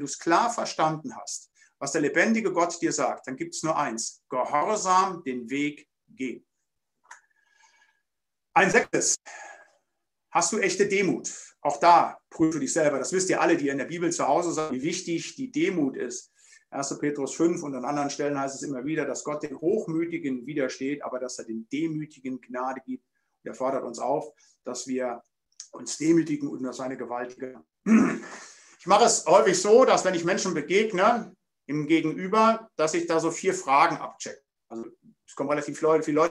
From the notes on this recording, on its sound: Bibelseminar Bonn via Zoom.